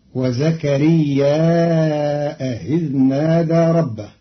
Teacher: قرأ قالون كلمتي وزكريا إذ نادى بزيادة همز منصوب بعد الألف في زكريا، فيصير مدا متصلا فيمده أربع حركات مع تسهيل همزة إذ بينها وبين الياء، فتصير الجملة: وزكريا إذ نادى ربه، وهي كذلك في إحدى لغات العرب.